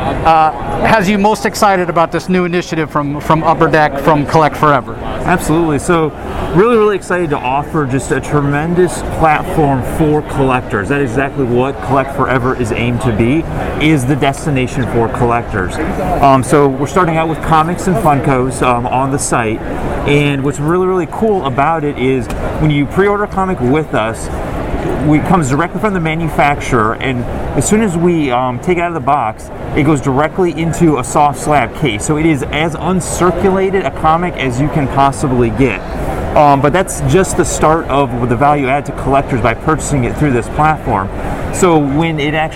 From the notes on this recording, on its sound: Live from the floor of San Diego Comic Con